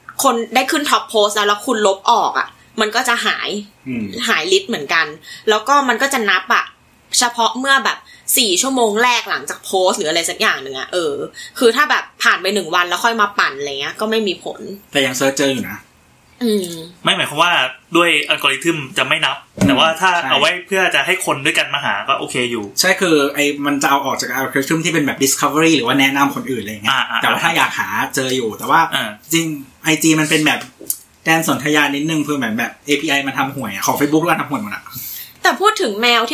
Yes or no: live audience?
no